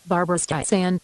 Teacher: the last syllable should be pronounced with an S, not a Z.